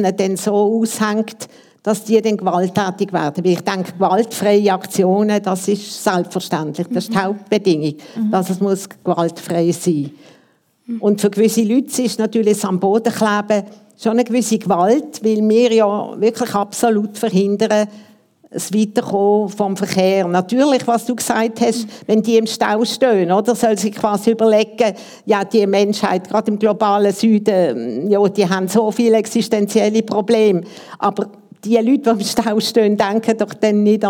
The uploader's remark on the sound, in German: Gespräch im Rahmen der Ausstellung «Natur. Und wir?» Live-Aufnahme im Stapferhaus vom 12.